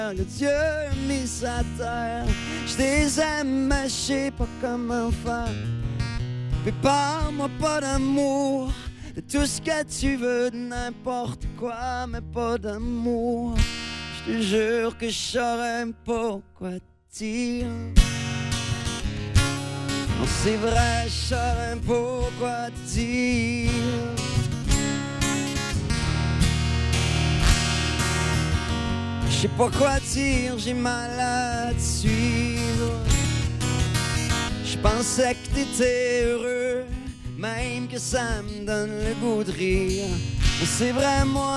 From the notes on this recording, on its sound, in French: dans le show de lancement de DEBOUT L'ESTRIE, le 26 février 2016 en direct du McDo King Ouest!